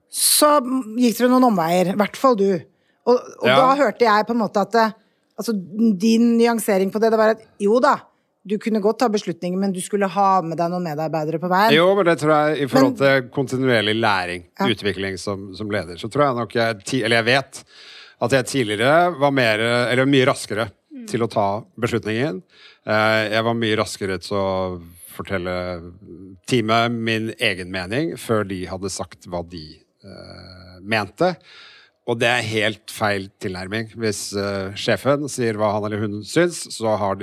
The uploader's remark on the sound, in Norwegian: Live fra Arendalsuka!